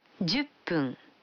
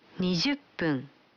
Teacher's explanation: Вы заметили, что когда фун добавляется к 10, дю, то произносится пун.